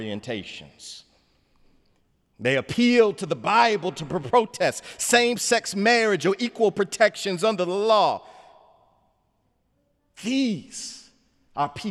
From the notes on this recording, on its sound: sermon on The Fourth Sunday of Easter, Sunday, May 7, 2017 in the Memorial Church